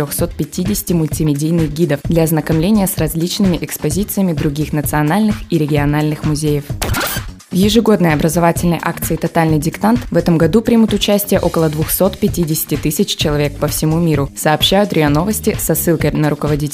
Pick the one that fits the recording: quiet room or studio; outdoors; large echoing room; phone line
quiet room or studio